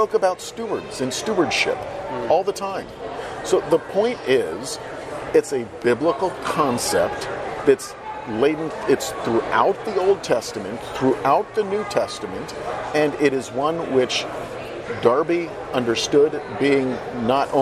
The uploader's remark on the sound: join us live at the IFCA Convention